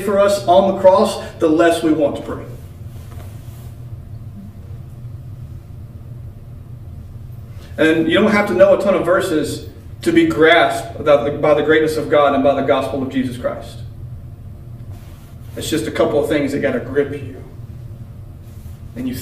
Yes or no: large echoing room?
yes